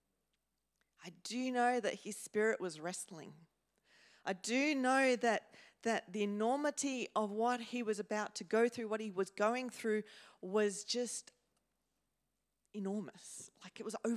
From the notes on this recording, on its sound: first preached in C3 Bathurst on 19 November 2023